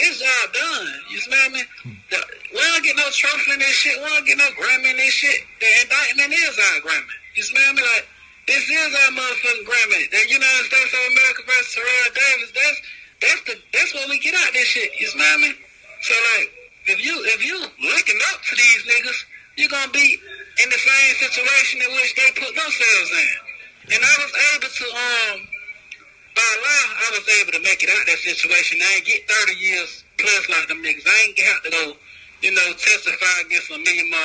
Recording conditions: phone line